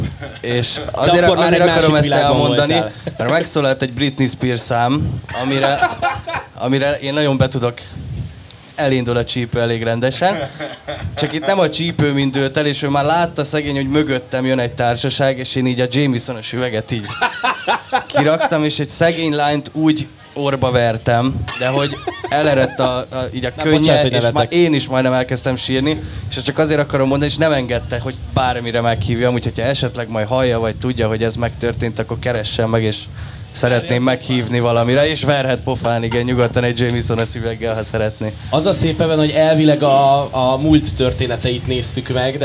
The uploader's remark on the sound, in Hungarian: Beat Live: Strand Fesztivál Közönségtalálkozó